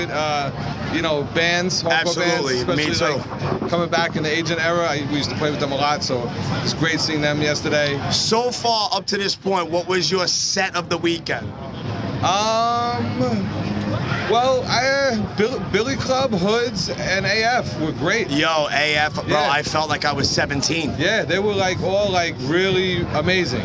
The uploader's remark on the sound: Live from This Is Hardcore 2019.